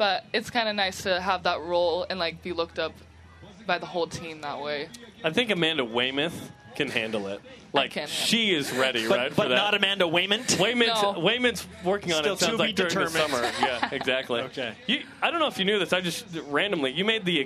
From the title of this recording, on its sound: Fan Fest from Las Vegas